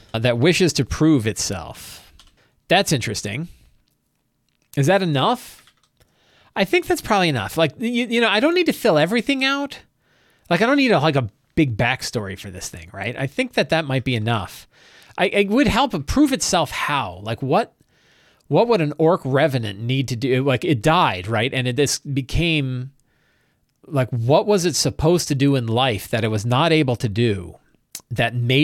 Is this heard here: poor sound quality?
no